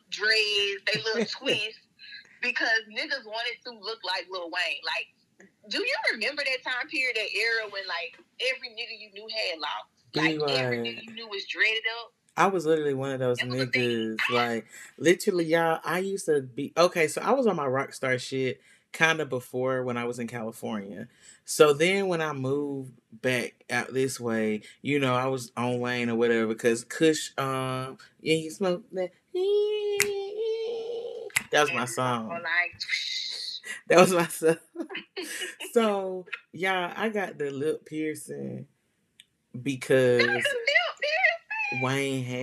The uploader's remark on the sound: Again we had technical difficulties during this episode.